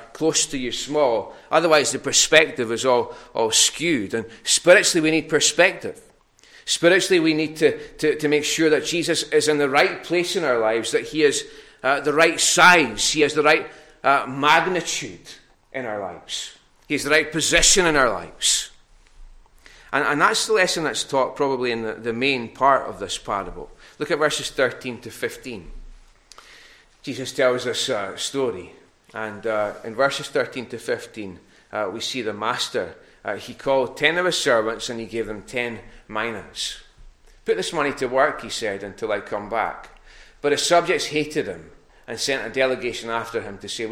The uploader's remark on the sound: recorded at North Harris Free Church on the morning of Sunday 20th March 2022